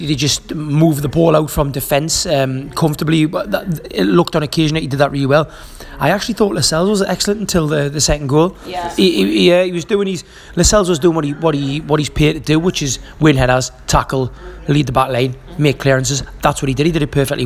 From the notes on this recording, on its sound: Recorded in a restaurant outside the Emirates.